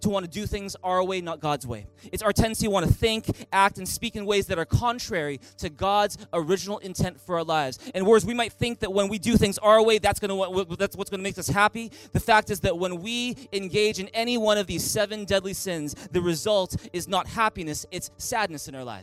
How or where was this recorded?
large echoing room